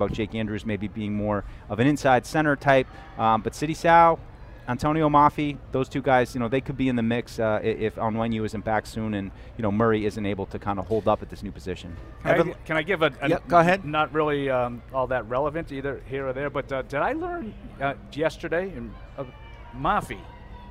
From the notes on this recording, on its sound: broadcasted live from Day 2 of Patriots Training Camp